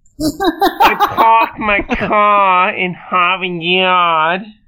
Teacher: if you say it in like a vaudeville version, leaving all those R's out, you're non-rhotic. If you say it with all the R's in, you're being rhotic.